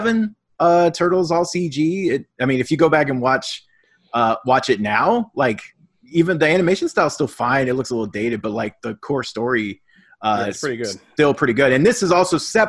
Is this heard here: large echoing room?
no